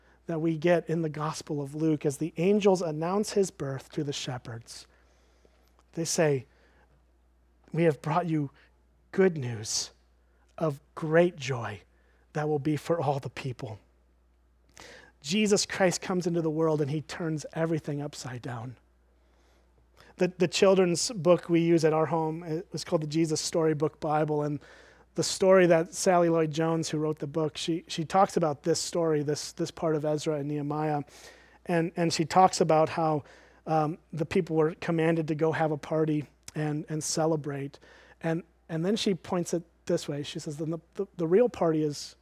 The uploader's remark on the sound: at Springbrook Church in Antigo, WI